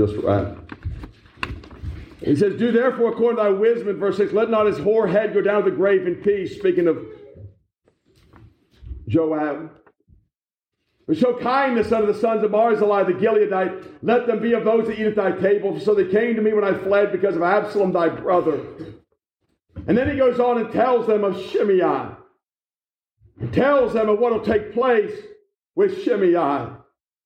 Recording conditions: large echoing room